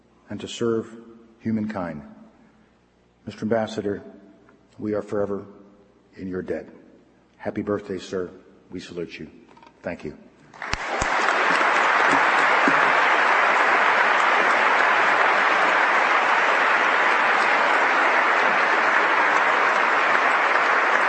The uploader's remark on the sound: Opening Address at the George F. Kennan Centennial Conference